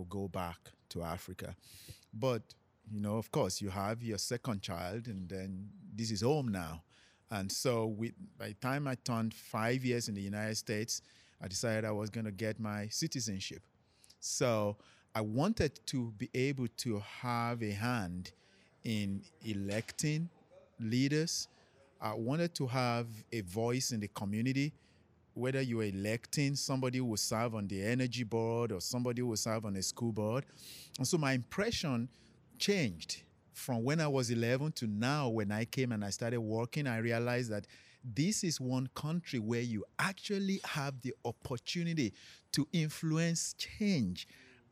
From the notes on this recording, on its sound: Talk to guests at CMCLT about what scares them most in Charlotte. We take you for a walk down Tryon Street in Uptown during this past weekend's Indian Festival and Hola Charlotte. We get eats and hear amazing music from both unique cultures.